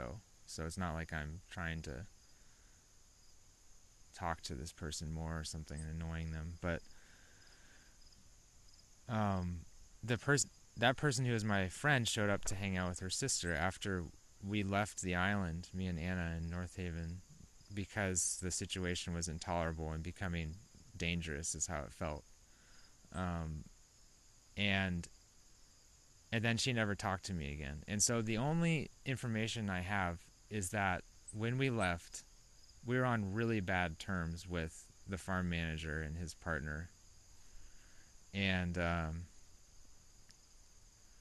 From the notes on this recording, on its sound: I decided to just go talk outside for a while. This is the least edited thing I’ve ever put on the internet.